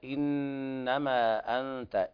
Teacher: في قوله تعالى إنما أنت، إنما هذه حرف غن مشدد لابد من غن النون حركتين · Term: حرف غنة